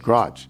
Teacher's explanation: my pronunciation of garage, generally turned into one syllable